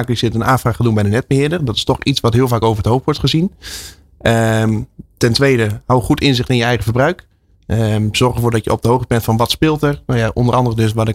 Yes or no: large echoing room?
no